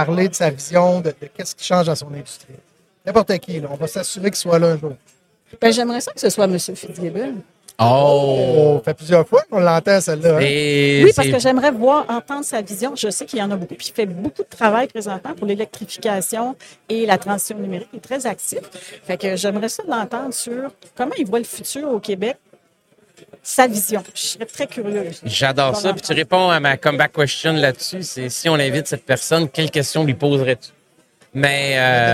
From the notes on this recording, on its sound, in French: En direct du Transal Saguenay